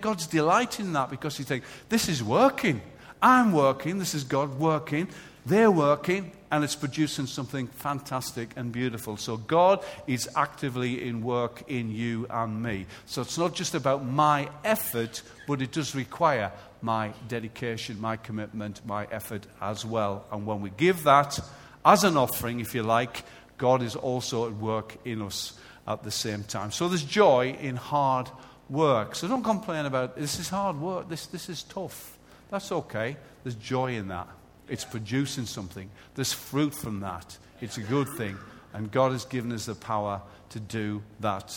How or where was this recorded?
large echoing room